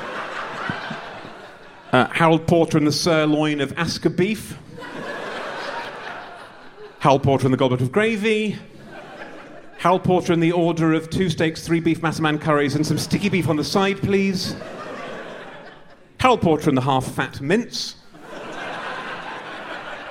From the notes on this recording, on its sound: we provide a live version of the podcast at the same time as performing the ancient vows of holy matrimony